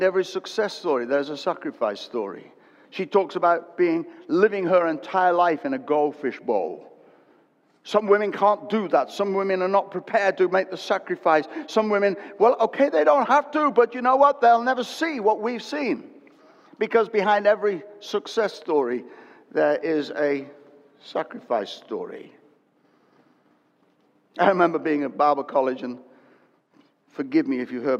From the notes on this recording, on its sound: Recorded at Destiny Christian Church, UK, WF1 4AF.